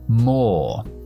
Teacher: los británicos no pronunciamos Rs después de vocales. Es lo que se llama un acento no rótico.